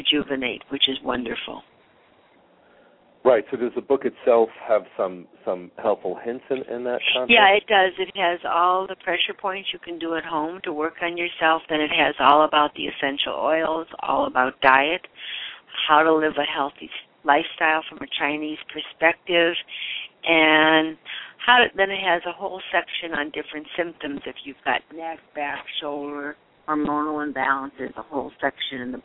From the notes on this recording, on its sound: Callers with questions or comments are encouraged to call in live, or to ask questions in the chat room. Halfway through the show the phone lines will open for question for my guest.